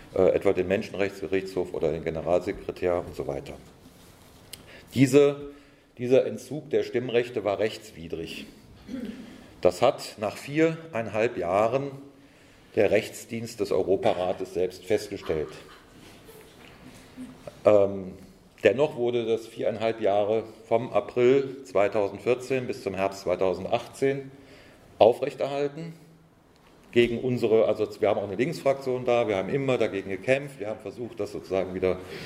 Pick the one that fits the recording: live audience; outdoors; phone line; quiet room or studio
live audience